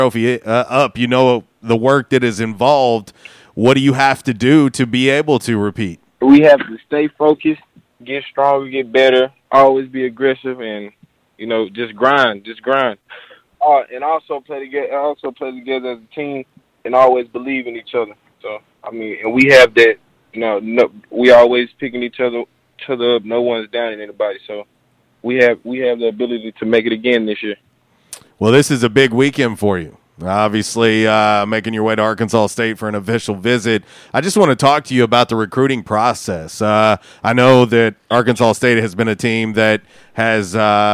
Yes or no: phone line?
yes